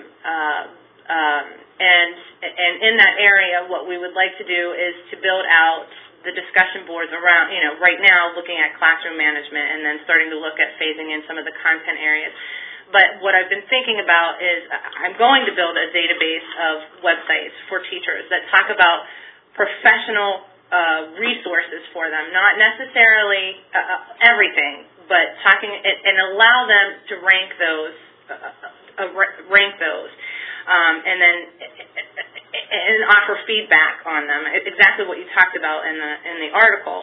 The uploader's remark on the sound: A conference call